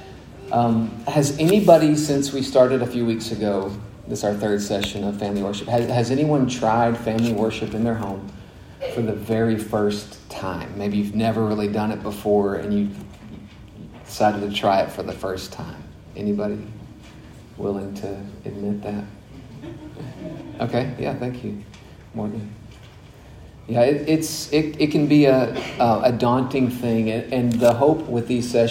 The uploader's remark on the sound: delivered at Grace Bible Church of Conway in December of 2021